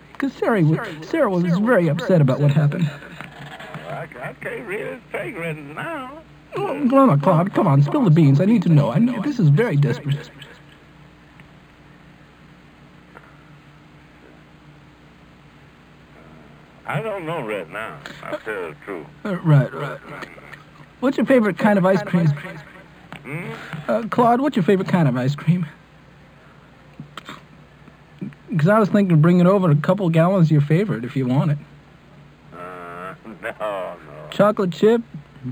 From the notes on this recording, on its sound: …'s Personal Prank Phone Calls Collection.